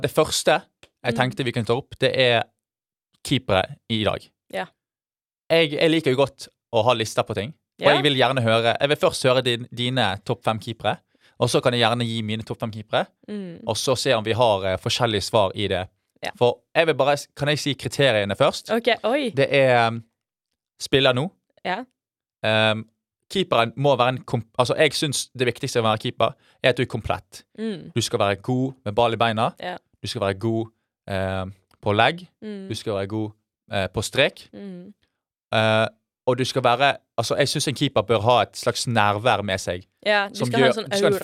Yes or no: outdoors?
no